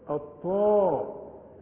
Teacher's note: اعلى درجات التفخيم، الحرف المفخم اللي بعده الف